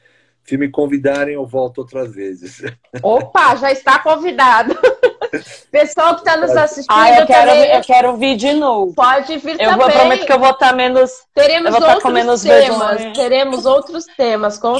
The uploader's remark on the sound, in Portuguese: Esse podcast foi retirado da live feita no Instagram do Grupo Mulheres do Brasil Santos